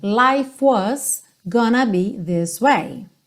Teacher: Lembra que o E do life não é pronunciado. Então você vai juntar o F já no W.